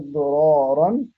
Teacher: إذا تكررت الراء فإنها بدل من أن ترقق في قاعدة ورش تفخم، على قول الجمهور